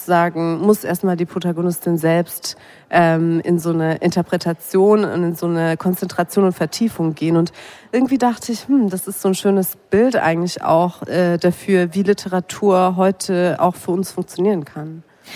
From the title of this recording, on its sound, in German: live vom Sommerfest des LCB